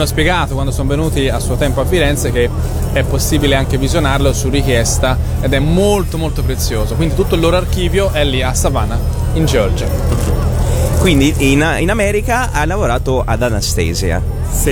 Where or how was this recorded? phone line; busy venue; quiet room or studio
busy venue